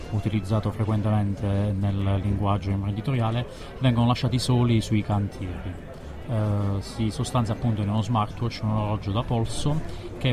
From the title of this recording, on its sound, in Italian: Diretta Live dal PNI 2015